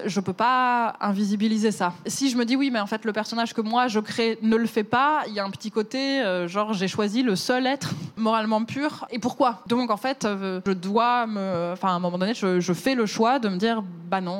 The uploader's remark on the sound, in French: cet épisode a été enregistré à la Gaîté Lyrique